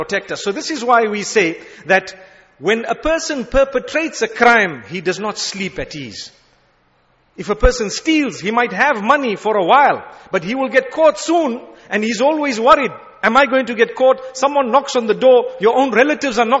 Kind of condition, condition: setting, large echoing room